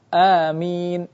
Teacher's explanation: Ini namanya mad badal yang dipanjangkan dua harakat saja.